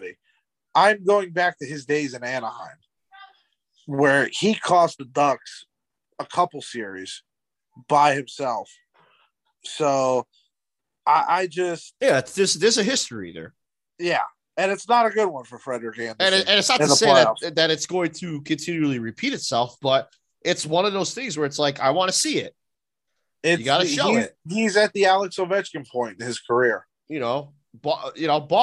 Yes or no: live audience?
no